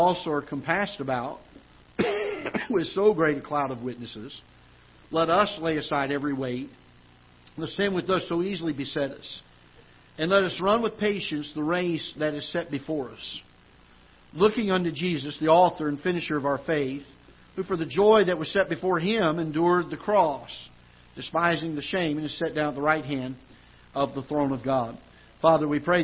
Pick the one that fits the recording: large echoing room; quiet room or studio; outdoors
large echoing room